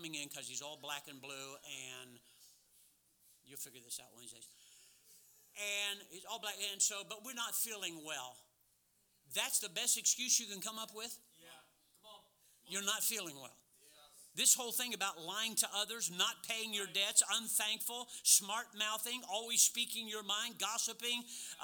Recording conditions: large echoing room